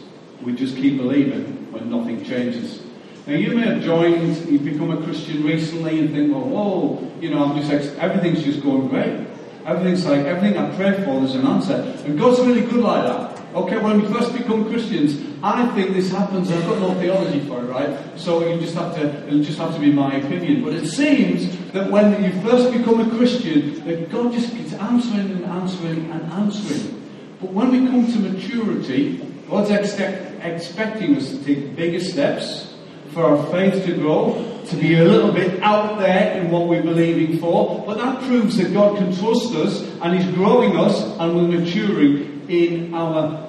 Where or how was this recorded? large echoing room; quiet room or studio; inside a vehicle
large echoing room